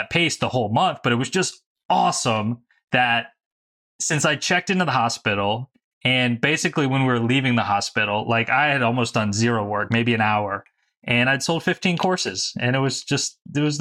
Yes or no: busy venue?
no